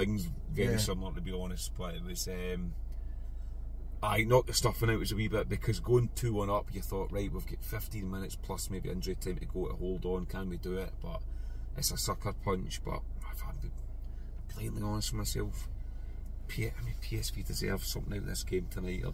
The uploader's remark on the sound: bring reaction from the car